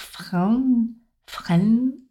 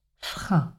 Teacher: Attention à ne pas prononcer le N, le son N au masculin. · Shown in: second take · Term: voyelle nasale